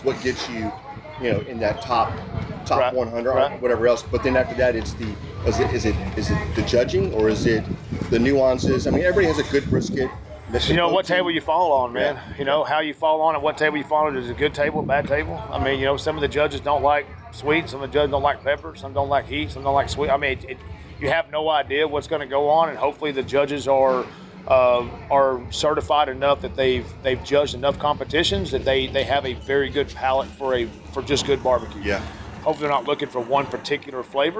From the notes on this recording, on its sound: Cook spot at the 2023 American Royal. At the Kansas City Royal.